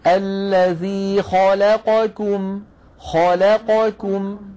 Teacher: خاء الخاء مفخمة، لا اللام مرققة، قا القاف مفخمة، كم الكاف مرققة